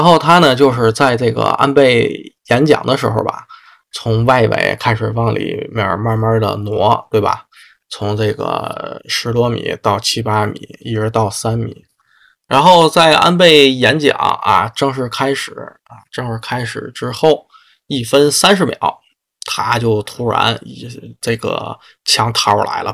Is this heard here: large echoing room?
no